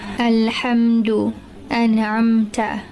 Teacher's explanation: the Meem Sakina will be read clearly without any Hunna · Term: Idhar